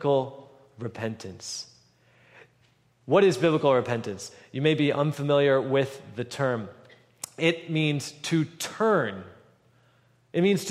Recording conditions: large echoing room